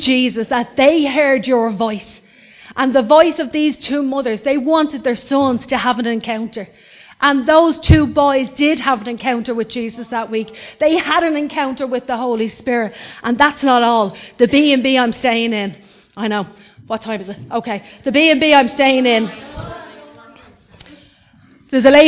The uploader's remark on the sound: Recorded live in Liberty Church.